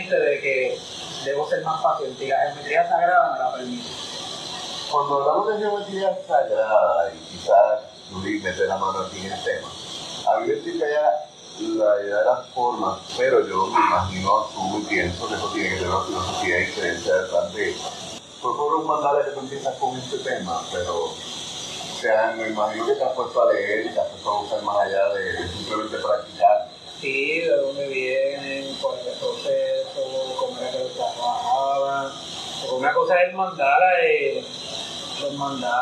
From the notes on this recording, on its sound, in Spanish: Debido a problemas con el filtro de ruido el audio tiene bastante eco.